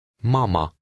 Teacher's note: In Hungarian, the stress is always on the first syllable of a word. The final A is unstressed and has an ah sound.